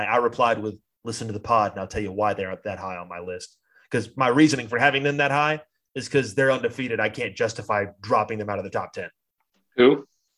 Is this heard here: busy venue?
no